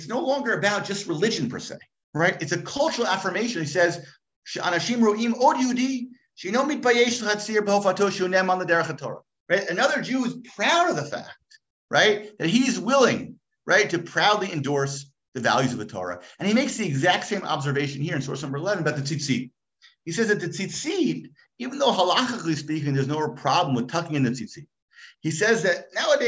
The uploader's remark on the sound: Gives a shiur over Zoom. For Illuminate, Orayta's virtual adult beit midrash.